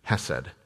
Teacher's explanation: the first H is not a soft H, it's a guttural H